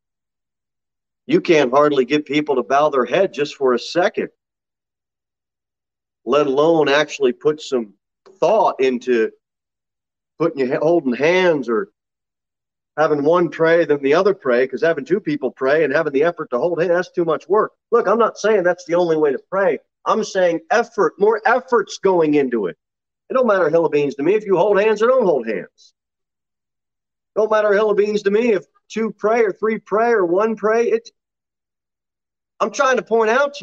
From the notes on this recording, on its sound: Sermon delivered at Pilgrim Baptist Church in Cookeville, TN